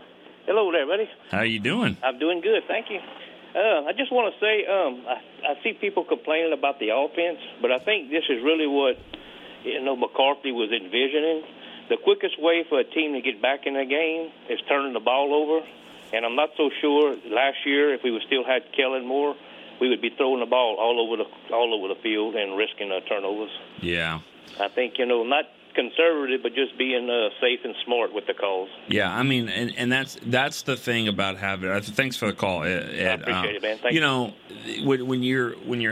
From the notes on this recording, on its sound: the phone lines lit up with fans